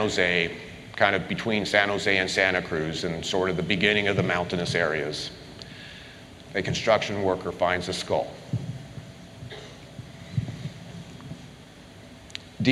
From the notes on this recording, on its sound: CrimeCon Live! The usual suspects traveled to Orlando for CrimeCon ‘23 and took the stage for a special live episode.